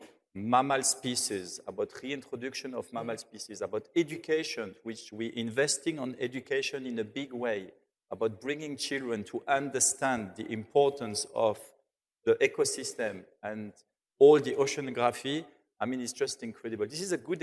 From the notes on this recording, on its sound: On stage in Dubai at Skift Global Forum East.